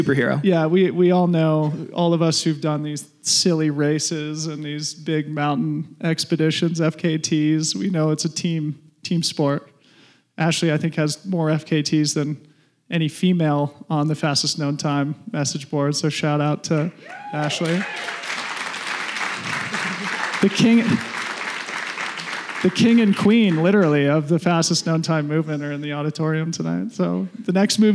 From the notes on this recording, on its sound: This is our first ever LIVE PODCAST! We recorded this on stage in Golden, CO after a screening of The Journey to 100.